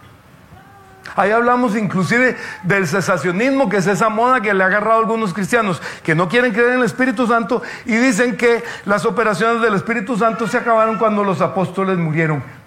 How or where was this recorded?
live audience